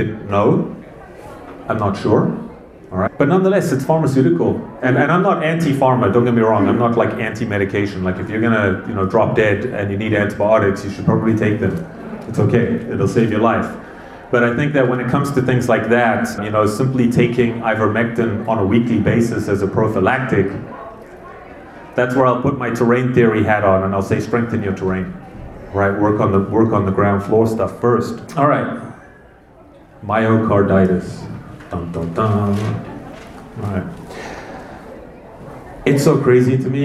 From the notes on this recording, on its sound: This was a live presentation I did at the Whole Health Fair with our local community.